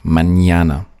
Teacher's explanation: Das erste N trägt einen Schleier und wird deshalb ausgesprochen wie ein NJ